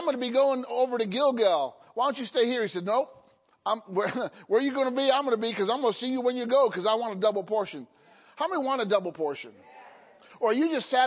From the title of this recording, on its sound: Sunday Morning Service